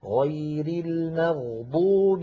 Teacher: الغين من كلمة المغضوب أيضا من حروف الرخوة